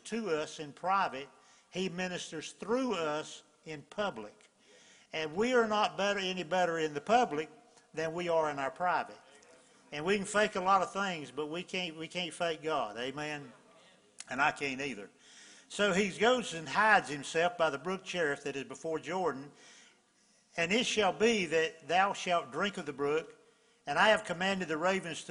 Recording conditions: large echoing room